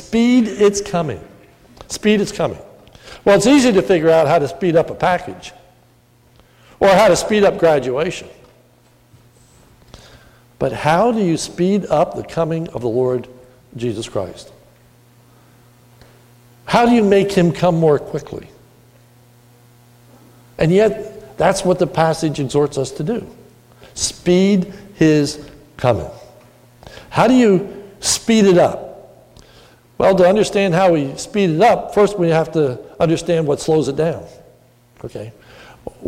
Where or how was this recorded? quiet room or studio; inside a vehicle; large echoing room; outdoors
large echoing room